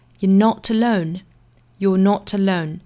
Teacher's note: 这里面的 you 和 are 实际上是可以连在一起读的，就是可以缩约起来读成 you,或者是弱读的 ye.